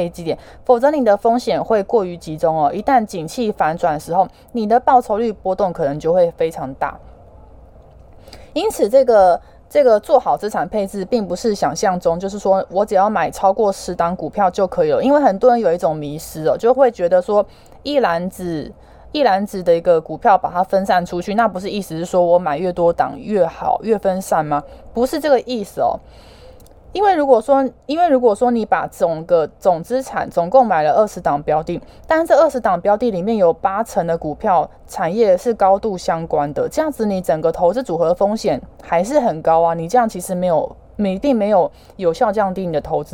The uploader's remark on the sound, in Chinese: 本集有些許雜音，已亟力避免，如有察覺請多多包涵